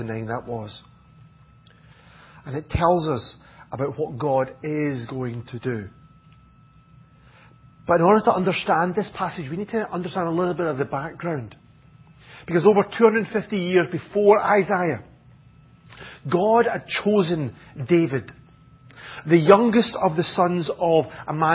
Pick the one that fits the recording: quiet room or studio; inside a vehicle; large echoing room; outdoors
large echoing room